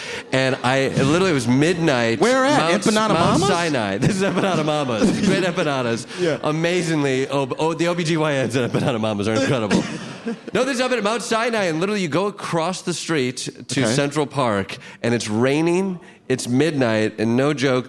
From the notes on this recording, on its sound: Live at the Bell House